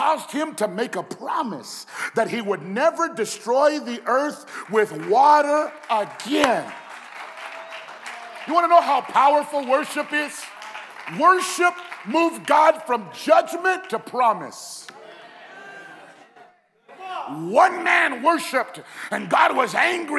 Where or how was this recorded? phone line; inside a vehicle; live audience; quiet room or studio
live audience